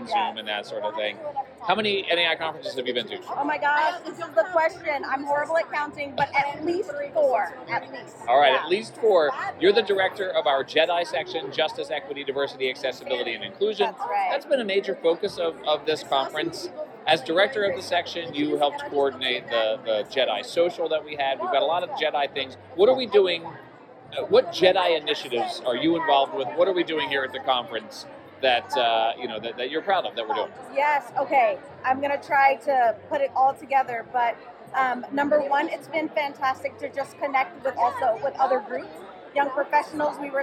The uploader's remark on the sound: Live from NAI 2023 in Little Rock, Arkansas!